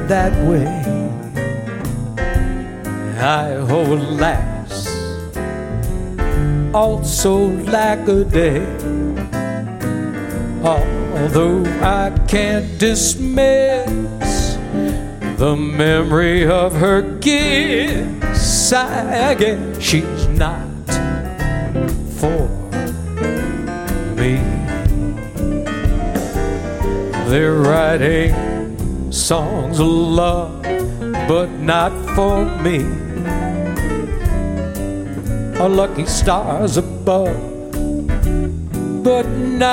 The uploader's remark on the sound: Live at the South Point Hotel, Casino and Spa in Las Vegas Nevada.